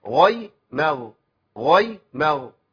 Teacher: دي غين ودي غين، لكن الغين الاولانيه اقوى من الثانيه